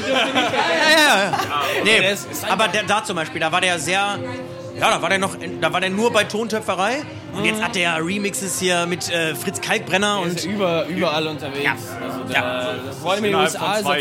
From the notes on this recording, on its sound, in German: Diesmal sind wir auf dem Spaze Festival unterwegs. Hinter das Mikro und vor die Kameras bekommen.